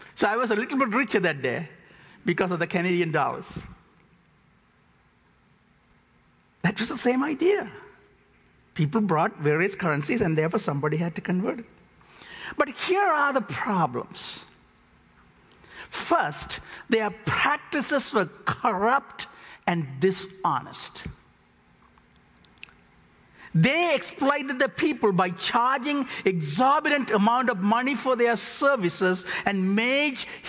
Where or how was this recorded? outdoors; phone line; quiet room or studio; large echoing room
large echoing room